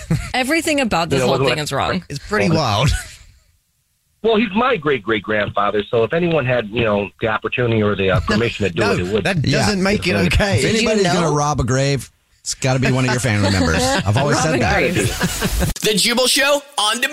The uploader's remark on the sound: Finds a guy on the phone who dug up his Grand Dad!